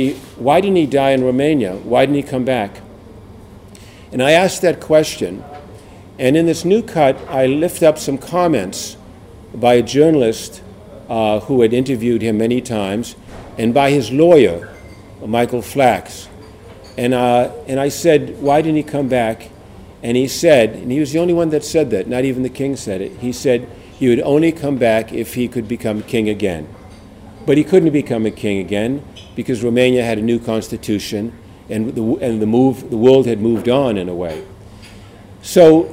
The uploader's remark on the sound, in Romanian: Înregistrare live de la conferința de presă.